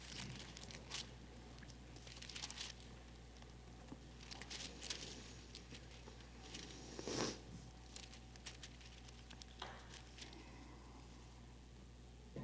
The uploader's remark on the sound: At Redeemer Presbyterian Church in Charleston, SC